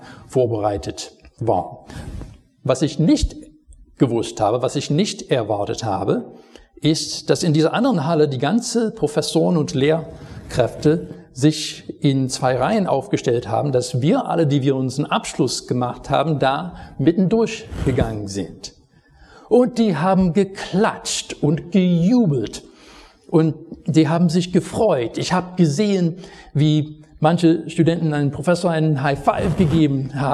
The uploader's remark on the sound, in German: Predigt aus dem Gottesdienst vom 21.